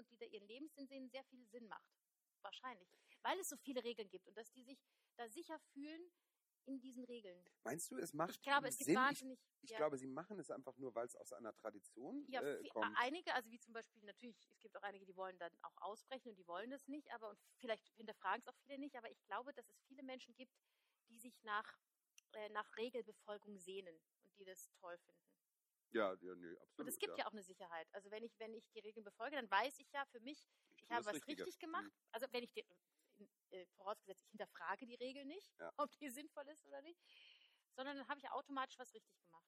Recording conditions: poor sound quality